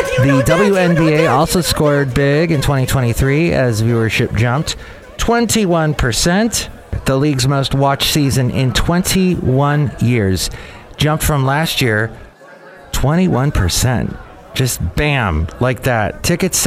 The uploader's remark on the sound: podcasts live from Café Anyway